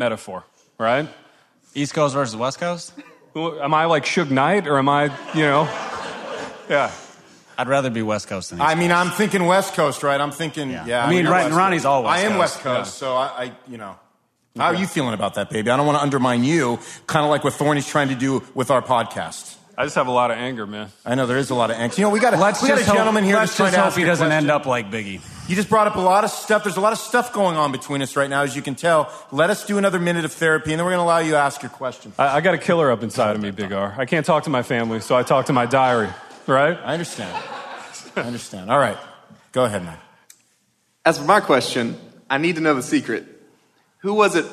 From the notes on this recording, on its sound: It is the third of three episodes from Live in Louisville where they gathered with 80 of their closest friends for sheet cake, coffee, and decadence.